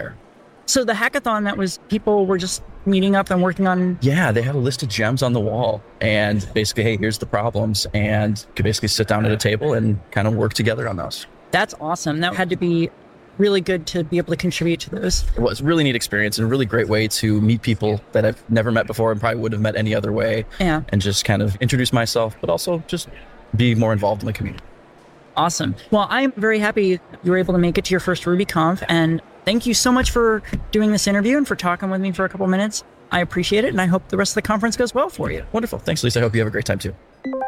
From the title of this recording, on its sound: Live From The RubyConf Hallway Track